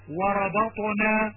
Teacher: الراء مفخمة والباء مرققة والطاء مفخمة والنون مرققة